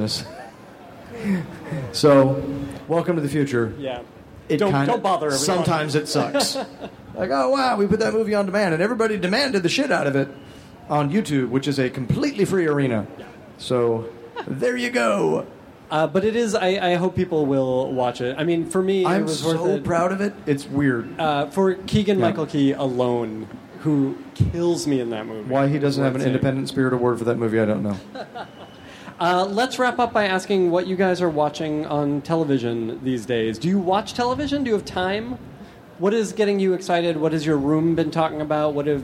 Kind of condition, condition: setting, live audience